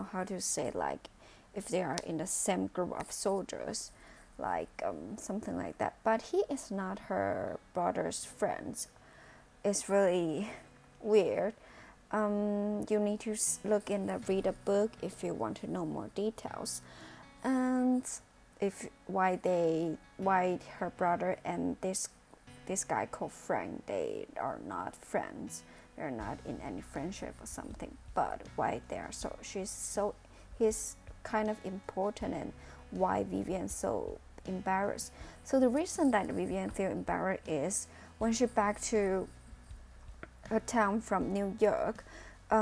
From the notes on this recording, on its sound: My voice will be not loud enough due to my careless of recording. I did not stay close to my microphone.